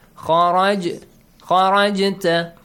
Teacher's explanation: جِيم is ساكن قَلْ قَلَ، produce an echoing sound. خَرَجْ خَرَجْتَ، this is a weak قَلْ قَلَ.